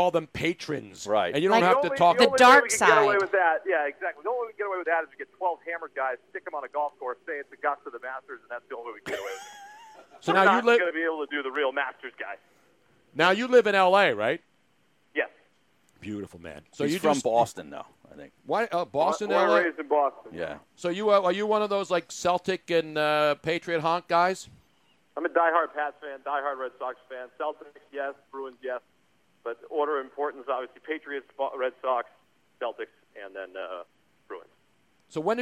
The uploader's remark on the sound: during a call in segment